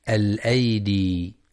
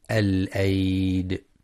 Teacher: أما قوله تعالى: واذكر عبدنا داود ذا الأيدي إنه أواب، فيوقف على كلمة الأيدي بحذف الياء · Shown in: second take